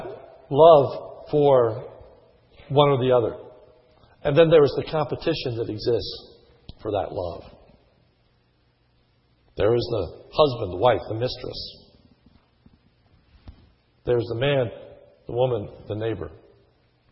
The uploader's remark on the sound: sermon was recorded on 2/14/10 in the morning service